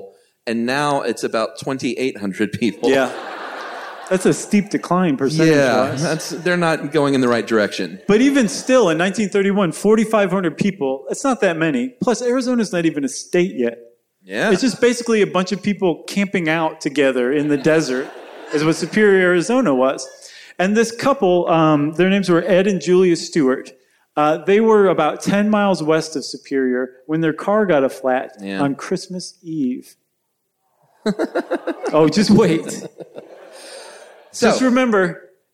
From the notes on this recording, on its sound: Recorded from the Center Stage Theater in Atlanta. Enjoy this live show with the whole family.